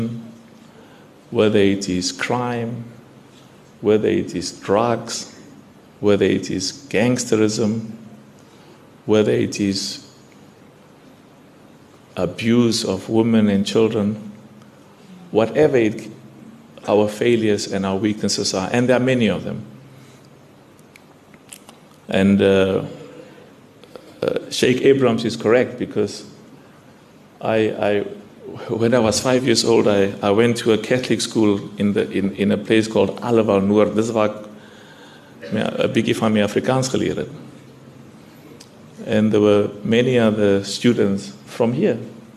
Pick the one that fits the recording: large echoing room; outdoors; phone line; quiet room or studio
large echoing room